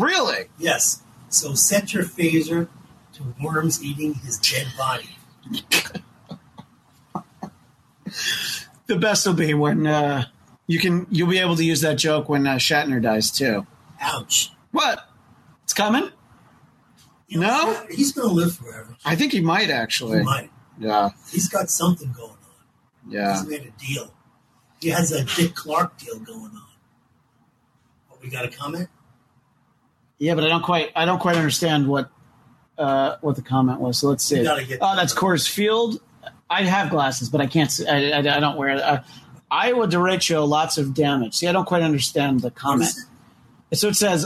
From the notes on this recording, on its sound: A compilation of two live streams. Socially and emotionally distant while sitting on the patio.